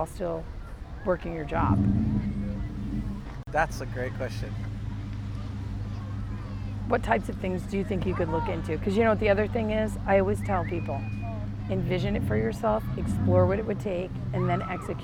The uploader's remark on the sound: Live from the road: During a luau on one of the most beautiful beaches on Oahu